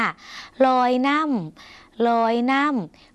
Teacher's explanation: คำว่าน้ำในภาษาลาวออกเสียงสั้นเพราะเป็นสระอำออกเสียงสั้นค่ะ